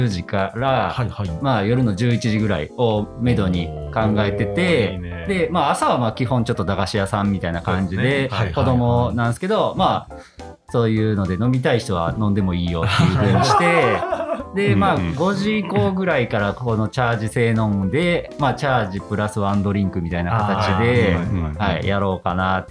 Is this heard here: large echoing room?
no